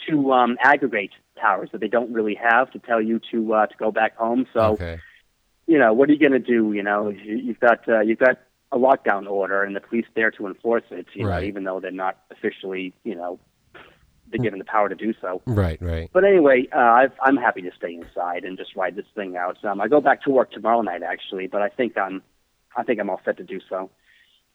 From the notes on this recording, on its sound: We had a phone call chat